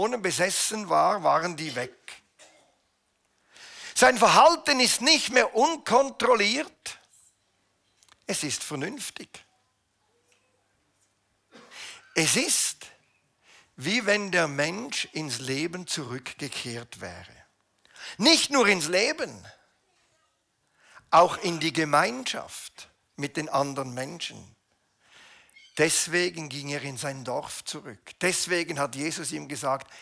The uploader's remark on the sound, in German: Eine Predigt der BewegungPlus Burgdorf